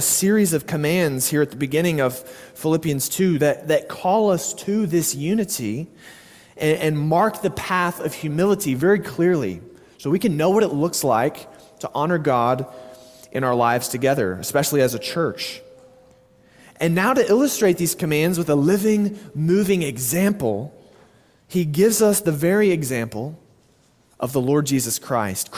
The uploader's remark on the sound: Sermon delivered at Immanuel Baptist Church in Springdale, AR on May 28, 2023.